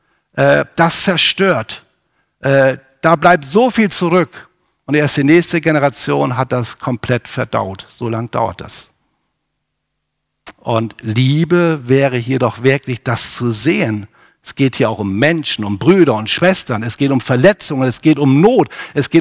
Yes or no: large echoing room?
yes